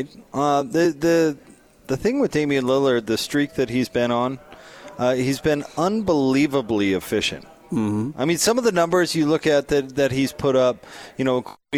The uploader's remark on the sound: LIVE at LHM Sandy